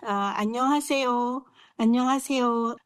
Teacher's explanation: you can probably hear raising tone at the end, even though it's not a question. · Term: South Korean intonation